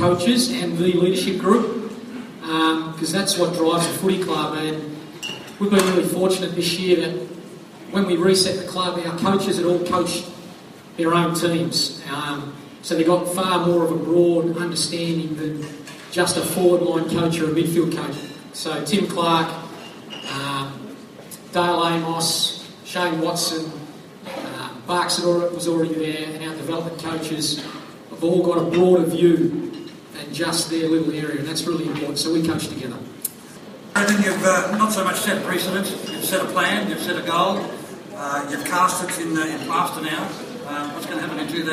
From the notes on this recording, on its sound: At the 2016 Spirit of Carlton Luncheon at Etihad Stadium.